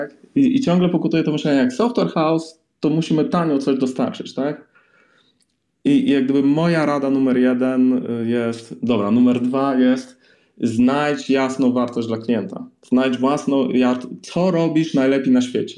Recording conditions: video call